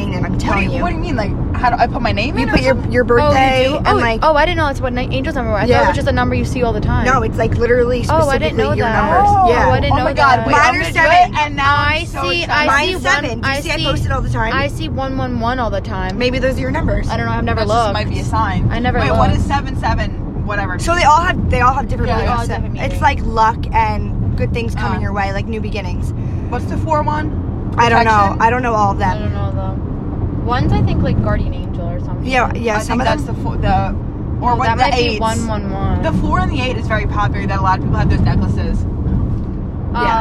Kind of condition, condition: setting, inside a vehicle